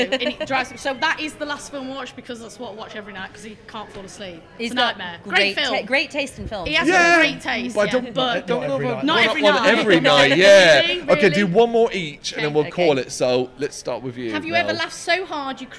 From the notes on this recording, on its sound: Live From AoniaFest V. Live at the festival.